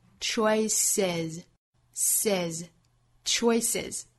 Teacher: 那变成复数之后尾部加了元音 a，尾部读浊辅音了